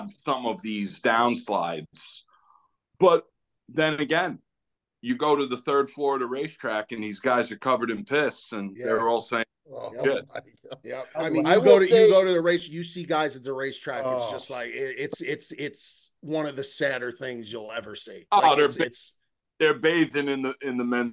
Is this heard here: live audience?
no